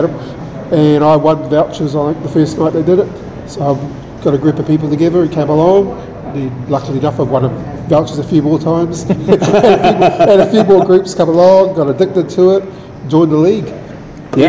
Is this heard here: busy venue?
yes